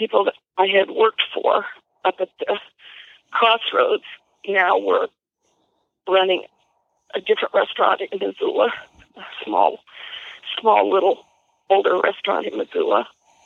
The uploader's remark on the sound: Phone Call With Mom. Phone call with his mother.